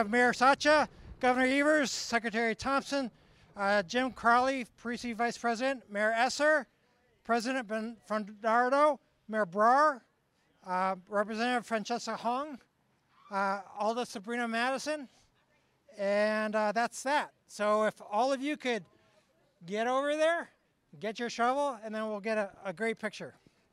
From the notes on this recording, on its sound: News Conference. Bus Rapid Transit Ground Breaking.